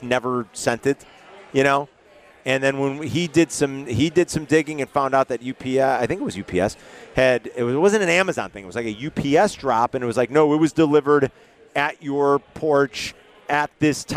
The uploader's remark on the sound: Live from Legends!